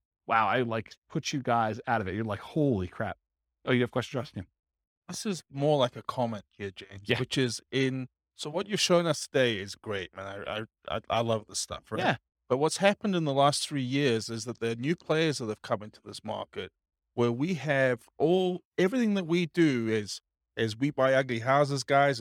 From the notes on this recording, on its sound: This was a live class recorded.